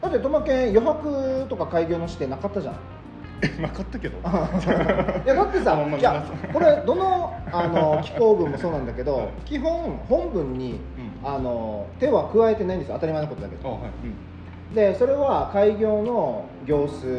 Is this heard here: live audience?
yes